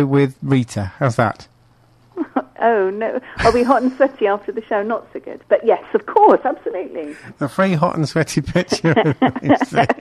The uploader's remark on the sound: joined on the phone